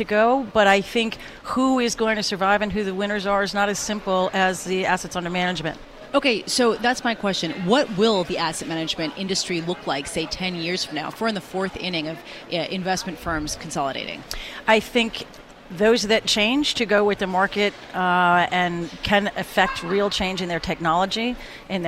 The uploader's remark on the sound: Broadcasting Live from the Bloomberg Invest New York conference.